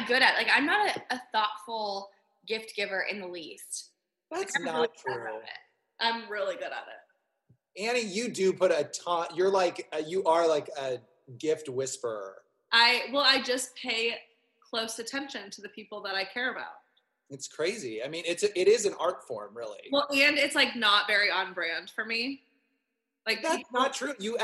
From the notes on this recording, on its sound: test out ZOOM podcasting